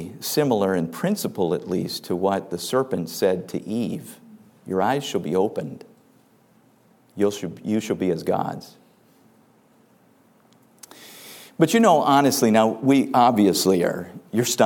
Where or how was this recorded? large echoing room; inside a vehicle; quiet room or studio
large echoing room